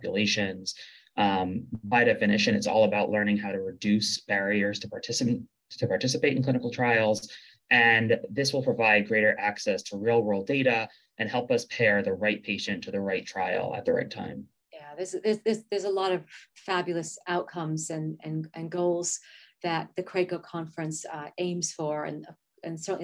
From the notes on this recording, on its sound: In this 9 minute webinar